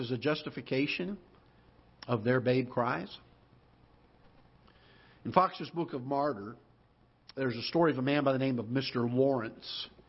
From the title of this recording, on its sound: Ketha Heights Baptist Church ~ Live Broadcast